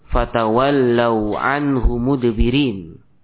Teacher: anhu ini dibaca dengan satu harokat saja. Ya, tidak dipanjangkan dua ataupun lebih. · Term: qasr